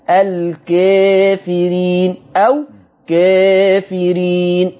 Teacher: هنقلل الألف اللي بعد الكاف، عشان كده كتبت ملحوظة المقلل هو الألف المادية بعد حرف الكاف · Term: تقليل الألف